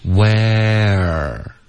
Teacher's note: 然后从这个 a 呢，你的舌头就要降下来往后，稍微卷一点，滑到一个 r 的音 · Term: 双元音